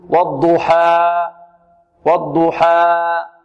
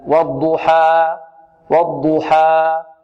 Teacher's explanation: إذن الألف غير ممالة أو غير مقللة، الألف لا نختمها بهمزة، الألف لا نمدها أكثر من حركتين · Shown in: second take